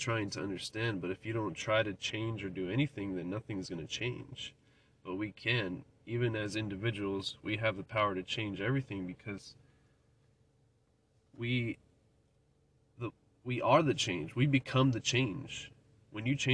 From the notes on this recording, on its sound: The Carcast. Giving a quick update while driving to work.